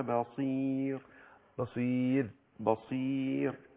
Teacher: لما وقفنا عليها سكنت وقبلها حرف مد الياء فترقق · Term: الراء مرققة